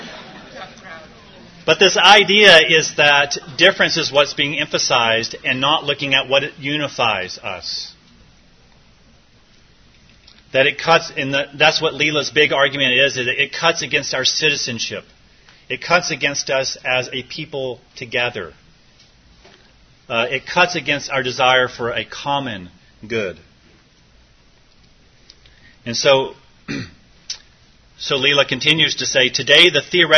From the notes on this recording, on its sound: This was recorded at the annual L'Abri Conference in Rochester, MN, USA in Feb, 2020, hosted by Rochester L'Abri. NOTE: This recording includes the Q&A afterwards.